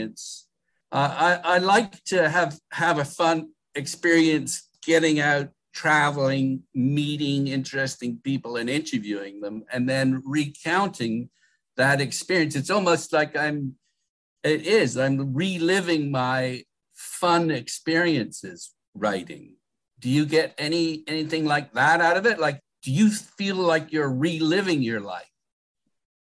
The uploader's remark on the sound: We met via Zoom